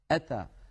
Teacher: الهمزة كما نعلم يا إخوتي من أقصى الحلق، يأتون مثلا أتى، هذه الهمزة شديدة وفيها انحباس للصوت، فلذلك